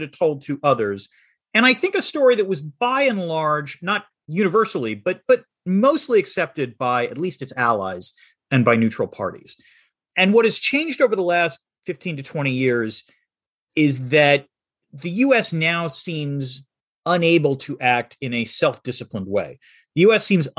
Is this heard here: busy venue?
no